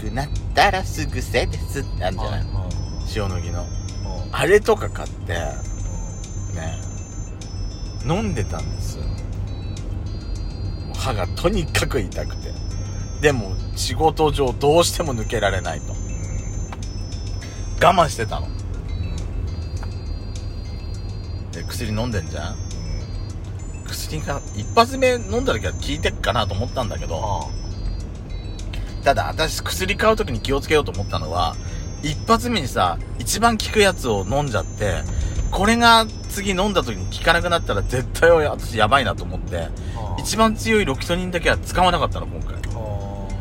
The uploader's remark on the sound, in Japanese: ドライブ収録。ロードノイズごめんね。